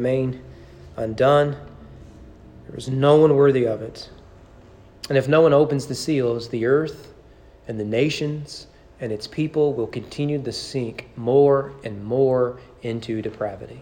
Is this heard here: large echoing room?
yes